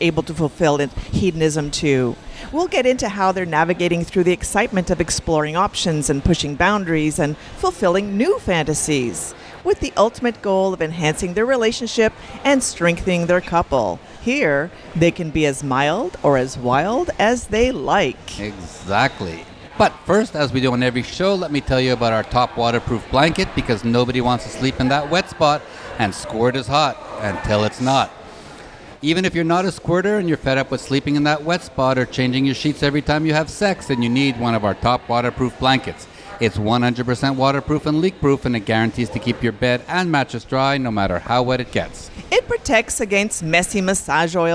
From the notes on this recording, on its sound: Join us on location at Hedonism II Resort on Negril Beach, chatting with some open-minded guests who are on their first visit to Hedo together.